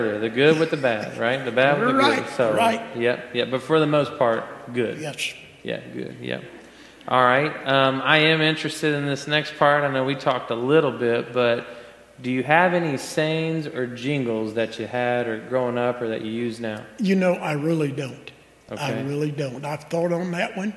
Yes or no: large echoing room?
yes